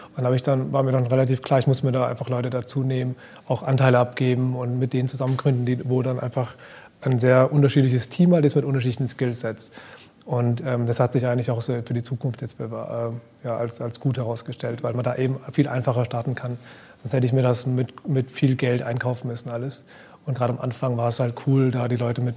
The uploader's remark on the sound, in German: Live vom Demo Day des 6.